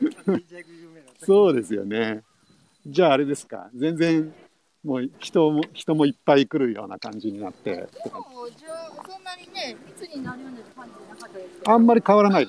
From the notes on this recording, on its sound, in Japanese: Tokyo walk&eat radio LIVE。東京飛び出して鬼滅の里を散歩します。